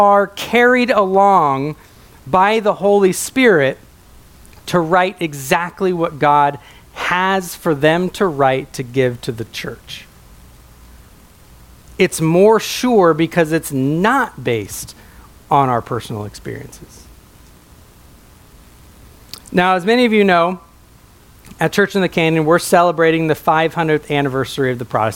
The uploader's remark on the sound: a sermon preached at my home church